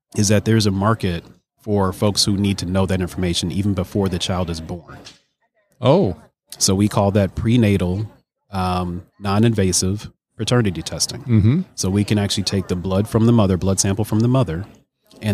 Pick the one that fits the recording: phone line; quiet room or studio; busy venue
busy venue